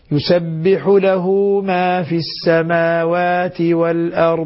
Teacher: الضاد ما فيها قلقلة فيها استطالة سنأخذها في باب الصفات ولذلك هنا نقول يسبح له ما في